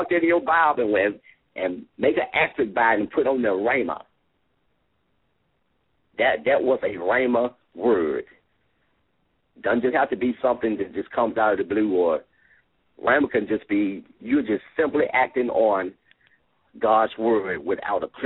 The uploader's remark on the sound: LML uses a progressive live call in format.